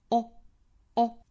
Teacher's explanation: 舌身降低向后缩，双唇呈圆形，并且我们注意这是一个短元音，发音要短促有力